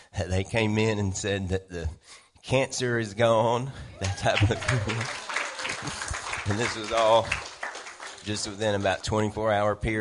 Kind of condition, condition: setting, live audience